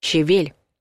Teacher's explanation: правильно будет с ударением на втором слоге — щавель. А при изменении склонения — на окончании — щавелю, щавеля.